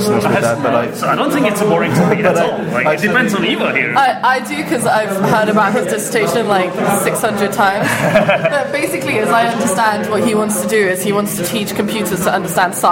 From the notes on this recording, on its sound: This is an interview with two native speakers from England recorded in a pub in Prague.